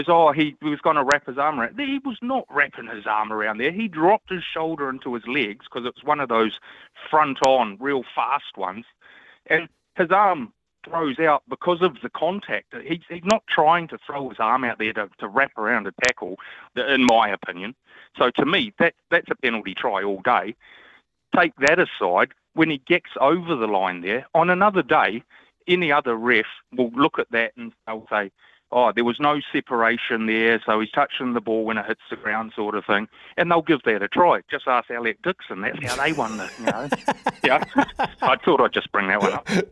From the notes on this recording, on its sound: goes to the phones to talk to you